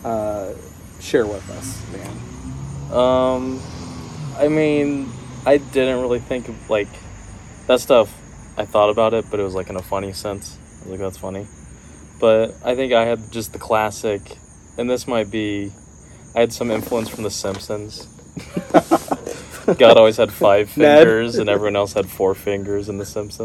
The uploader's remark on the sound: Chatting at a Garage Sale. They chat it up while sitting outside.